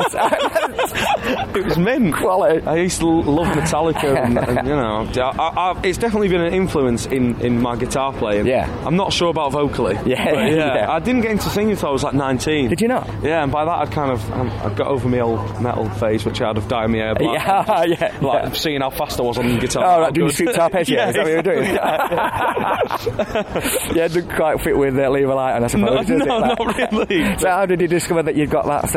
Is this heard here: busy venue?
yes